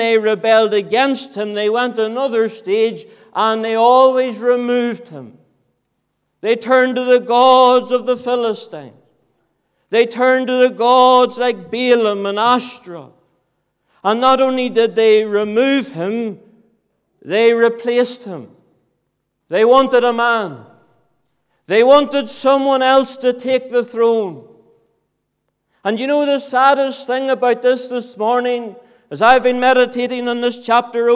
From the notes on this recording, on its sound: Sunday Morning, 26th November 2023. This audio was recorded at the Lifeboat Fellowship, Grange Corner, Moy.